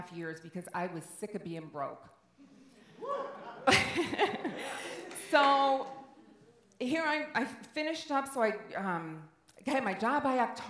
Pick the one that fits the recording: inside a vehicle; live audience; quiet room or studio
live audience